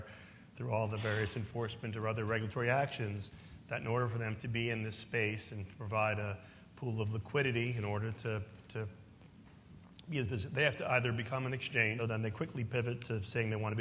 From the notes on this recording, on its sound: In this podcast, from New York's Crypto Evolved conference.